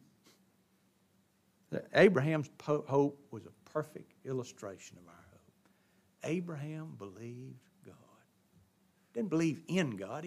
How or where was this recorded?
large echoing room